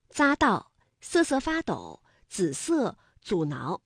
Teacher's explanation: 紫金山的紫是平舌音滋，加上韵母一，读音呢为三声